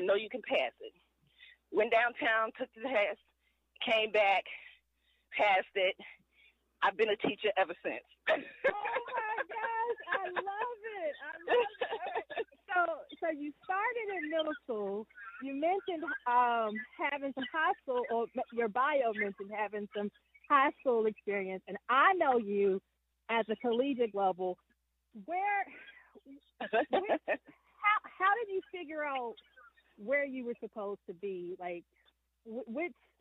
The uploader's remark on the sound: Walk & Talk